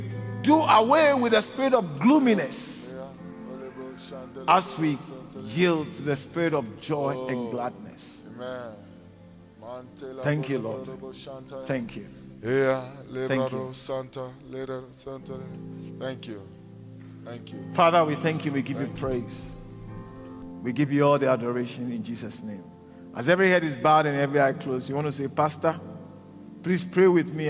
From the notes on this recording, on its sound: preached at the Living Waters Cathedral in Randburg